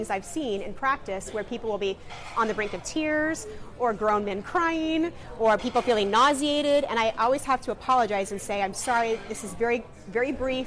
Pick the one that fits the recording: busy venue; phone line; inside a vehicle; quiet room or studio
busy venue